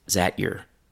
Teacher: In zat your, the short I of is has disappeared, and the sound from that disappeared because it sounds very similar to the z sound of is.